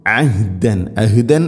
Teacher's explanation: അഹ് ഐന് തൊണ്ടയുടെ മധ്യഭാഗമാണ് മഹ്റജ്, ഹ തൊണ്ടയുടെ താഴെ ഭാഗവും.